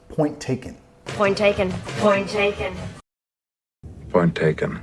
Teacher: Point taken. Estoy vinculando, solo voy a pronunciar una de las T's.